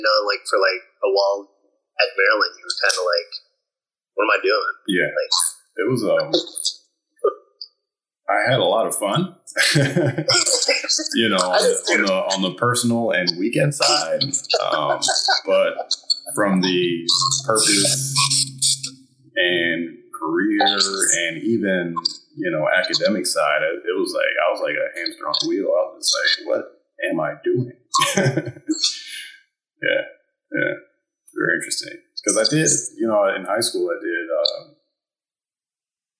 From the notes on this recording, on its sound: We're streaming from Instagram Live